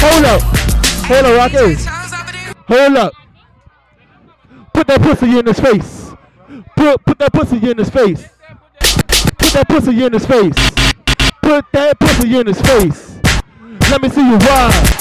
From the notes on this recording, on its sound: pool party live In Laffy